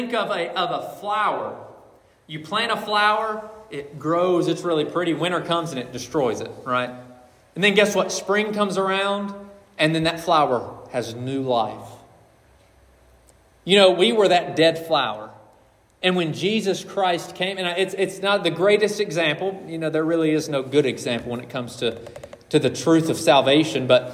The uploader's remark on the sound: This message was preached on December 31, 2023.